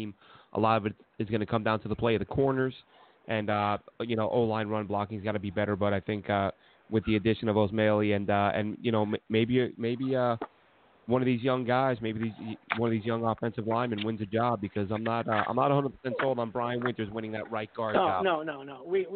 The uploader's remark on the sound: Call